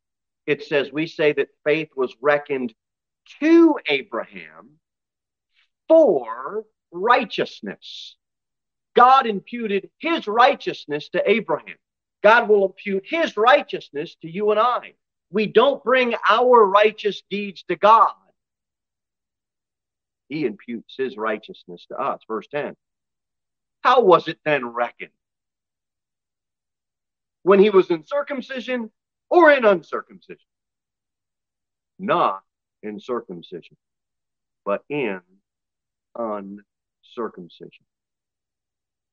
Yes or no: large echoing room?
yes